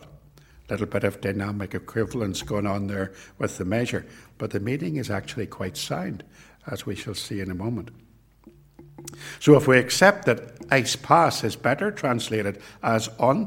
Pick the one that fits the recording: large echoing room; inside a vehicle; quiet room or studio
large echoing room